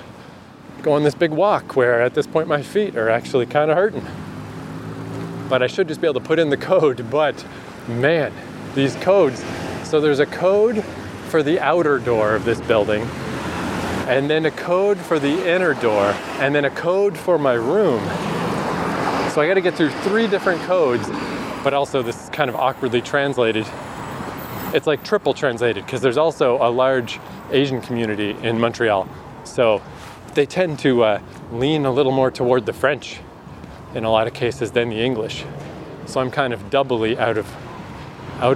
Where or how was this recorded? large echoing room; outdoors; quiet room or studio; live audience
outdoors